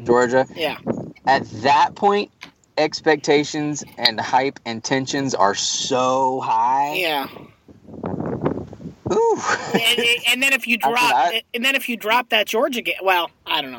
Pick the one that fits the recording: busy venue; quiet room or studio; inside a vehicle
inside a vehicle